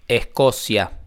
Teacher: S con C, Escocia. S con C es la combinación que más aspiración da. Siempre que escuchen SC van a, van a sentir clarísima la aspiración. · Term: aspiración de la S